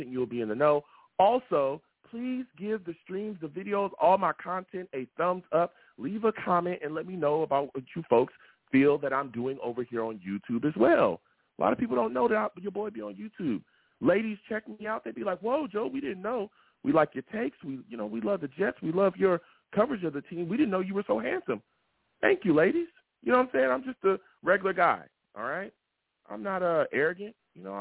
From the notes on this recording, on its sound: I take live callers!